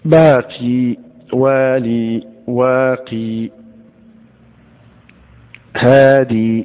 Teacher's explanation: هذه الألفاظ الأربع عند الوقف عليها يقرأ ابن كثير بإثبات الياء